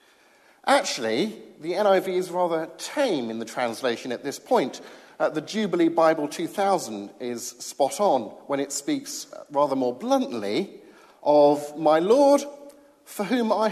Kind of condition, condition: setting, large echoing room